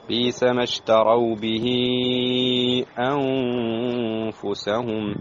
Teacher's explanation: نون ساكنة بعدها الفاء حكمها الإخفاء مع الغنة